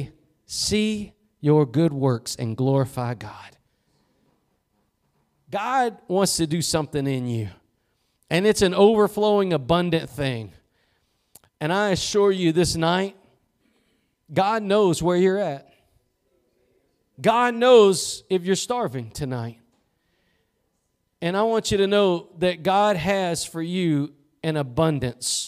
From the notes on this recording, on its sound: Preached at Gospel Lighthouse in Bossier City, La.